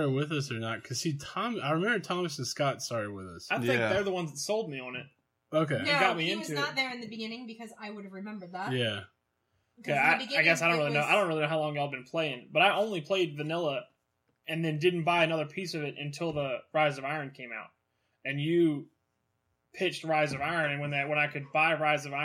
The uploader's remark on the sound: We had some technical issues to deal with.